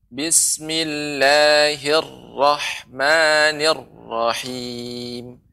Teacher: Lebih ada tekanan ketika ra bertasydid.